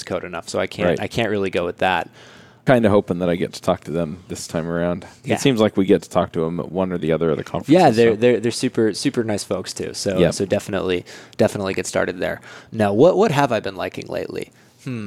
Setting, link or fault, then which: setting, busy venue